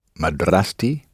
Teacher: Yes, there's a spring and a little T and it pops out. And instead of being pronounced a, it's pronounced t